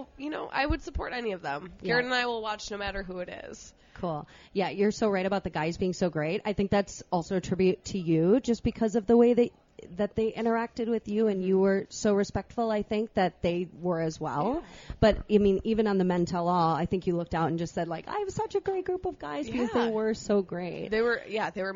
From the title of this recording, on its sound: live from the Minnesota State Fair